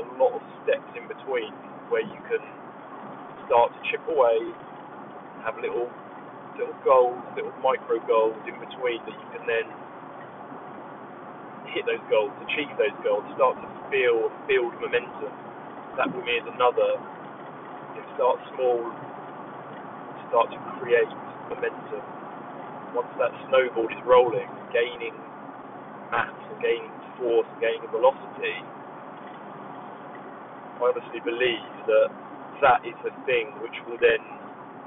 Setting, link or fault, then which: setting, inside a vehicle